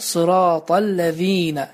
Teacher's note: zəl hərfindən sonra kəsrənin İki hərəkə uzadılması vardır və bu uzadılma mütləqdir. · Term: uzatmaq